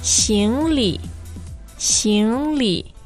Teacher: 行, the second tone. Yes. Li, neutral.